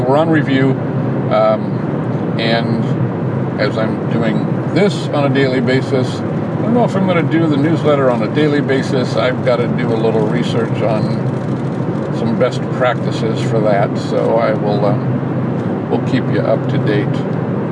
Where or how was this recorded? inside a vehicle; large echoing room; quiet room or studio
inside a vehicle